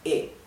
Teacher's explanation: E, it's flat. There is no variation in the tone, right? It's one tone, one sound.